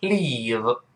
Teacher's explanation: O 变成 A 变成 not。Ever ever 语气词就是永远怎么怎么样，加强了语气了。ever 那个上牙触下唇 ver， ever 这么一个。Going 老师说过不要读 going 啊，go。发哦，后面那个 in，如果哦碰到 in，中间要人为的加上一个辅音 w，就是像 w 一样这个双唇碰撞的 w。我们再读一遍，going，注意不是 going，是 going。最后一个是 leave，不要跟那个 live 居住搞混了，这是离开，l e a ve。长音发一这个声音，最后上牙触下唇